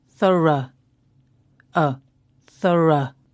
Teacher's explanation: It's an uh sound right at the end of the word.